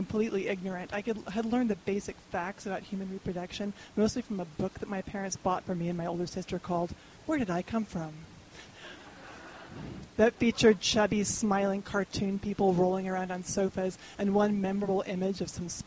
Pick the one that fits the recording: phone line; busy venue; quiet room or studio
busy venue